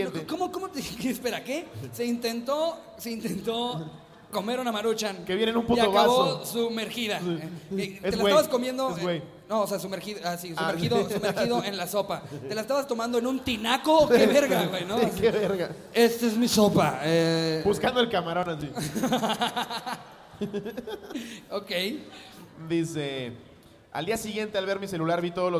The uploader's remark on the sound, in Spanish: En vivo desde Puebla. Todo esto con el grandiosos público de puebla.